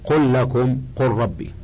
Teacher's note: وهذا إذا لم يقع بعدها لام أو راء. وإلا وجب الإدغام للتماثل في اللام والتقارب في الراء